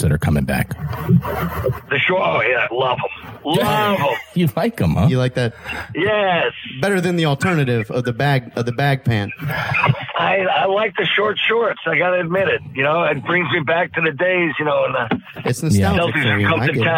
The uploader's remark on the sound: three telephone interviews